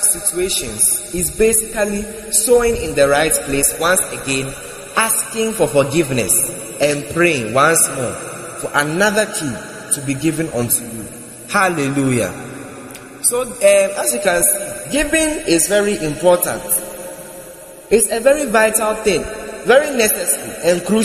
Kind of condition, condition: setting, large echoing room